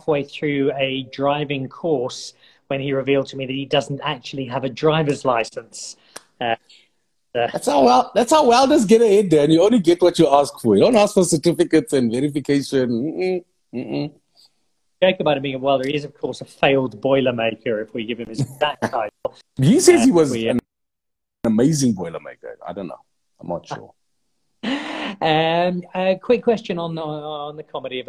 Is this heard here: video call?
yes